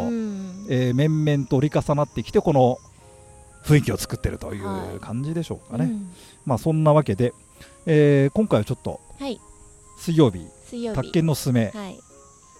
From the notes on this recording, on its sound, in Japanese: 今回は、東京・品川の品川公園のベンチから『宅建のススメ』をお届けます。ちょうどお昼ごろの収録でしたが、みなさんにもセミの鳴き声が聞こえますか。